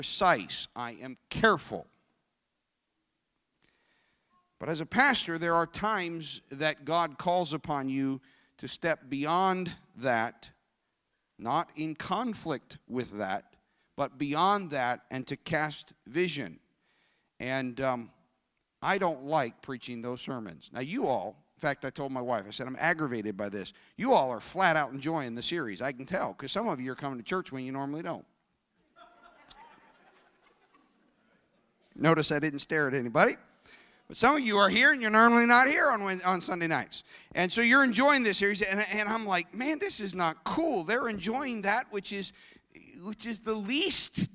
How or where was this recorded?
live audience